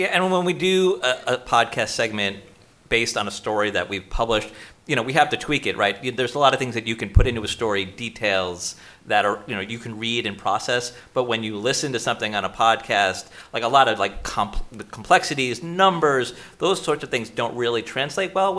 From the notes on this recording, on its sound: Live from Boston! A special live episode from the BioPharm America conference in Boston.